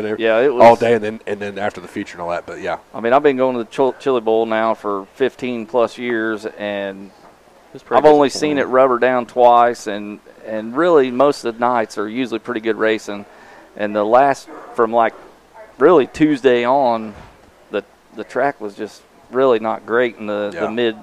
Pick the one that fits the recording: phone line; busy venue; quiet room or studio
busy venue